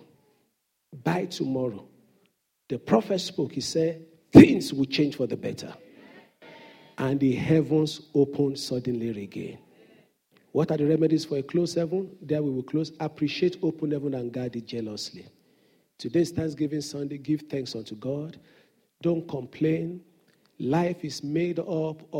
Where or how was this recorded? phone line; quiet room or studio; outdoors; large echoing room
large echoing room